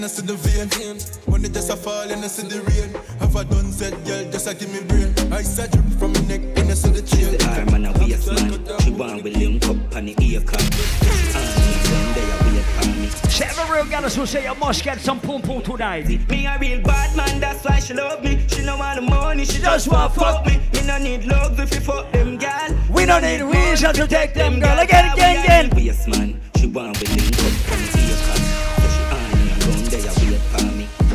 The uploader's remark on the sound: LIVE AT ISLAND SATURDAYS ON DEC 7TH